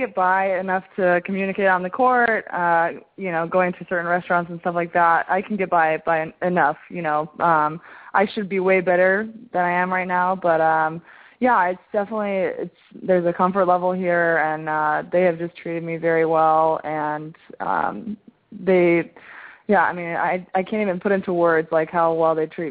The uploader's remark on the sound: Called in from Russia.